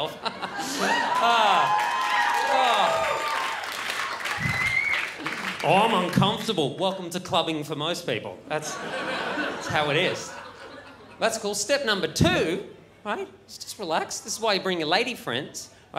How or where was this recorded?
live audience